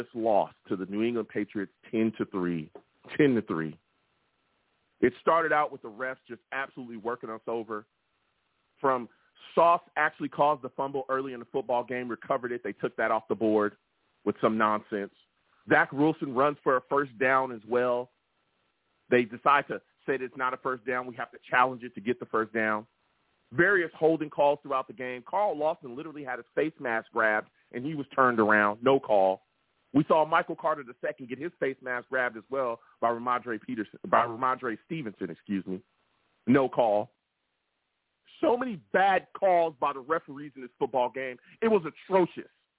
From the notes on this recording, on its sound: Live immediately after the Jets game against the Patriots, I sat down and discussed the game! The callers went crazy on this show and the takes were flying! I take live callers!